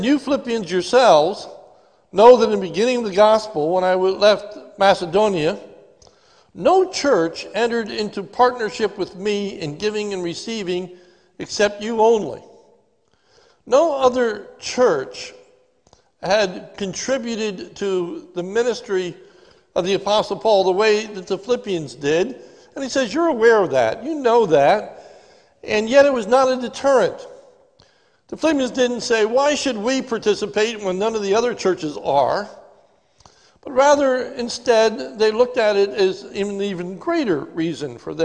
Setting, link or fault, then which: setting, large echoing room